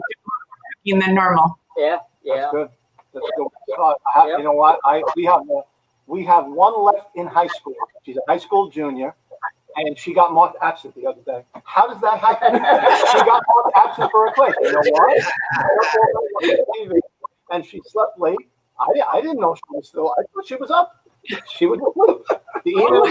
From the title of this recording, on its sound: Live From Rab's